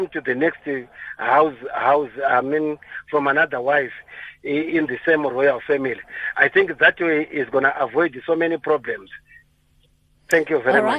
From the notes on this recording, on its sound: We are joined on the line.